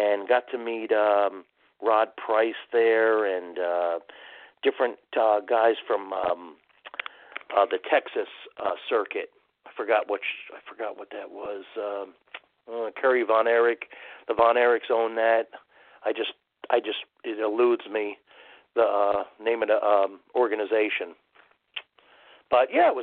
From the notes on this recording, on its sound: It's 80's Wrestling Con Week! We take your calls LIVE!